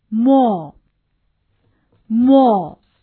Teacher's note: 它的嘴唇要收圆，口型呢要比短音哦要小。那么发音的时间要明显长于短音哦。 · Term: 长音